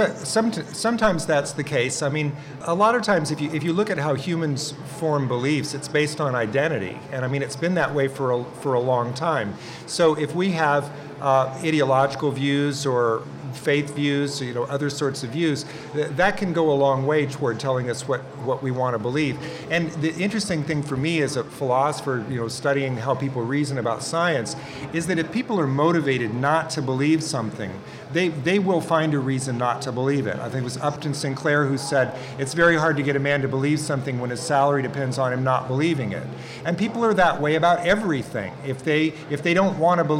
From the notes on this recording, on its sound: In a show recorded before a live audience at the Seattle AAAS meeting, and co-presented with the BBC World Service.